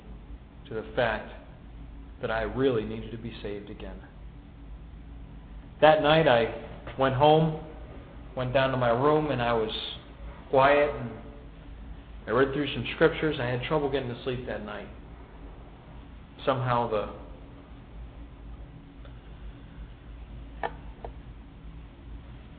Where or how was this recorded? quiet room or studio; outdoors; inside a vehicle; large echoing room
large echoing room